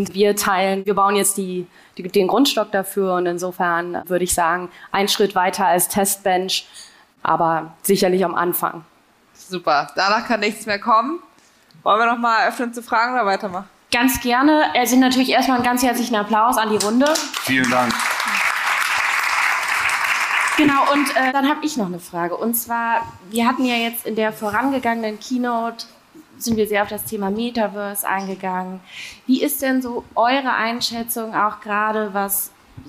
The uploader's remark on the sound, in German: Ein Panel unserer Veranstaltung „Banking Exchange“